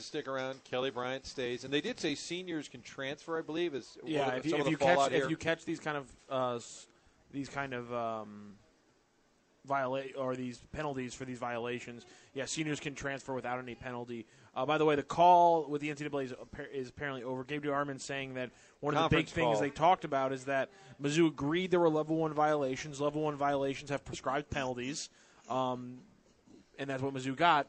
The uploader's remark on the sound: broadcasting live from Schnucks off Lemay Ferry